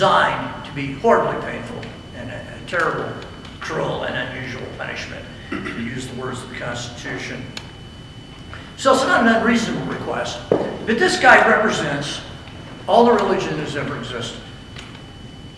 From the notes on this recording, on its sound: I delivered the following message at a chapel service for a football team.